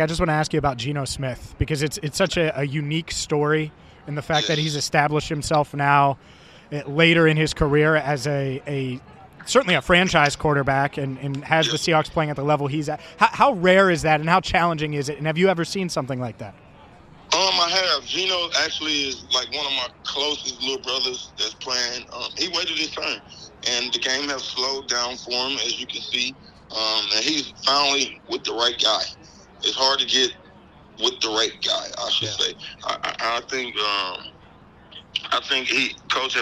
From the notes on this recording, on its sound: The Cincinnati Bengals host the Seattle Seahawks on Sunday afternoon at Paycor Stadium. Live at a special tailgate ahead of the matchup. A special Q&A with Bengals fans.